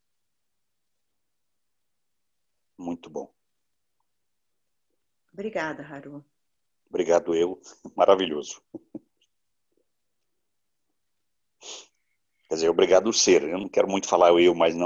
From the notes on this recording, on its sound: Online via Zoom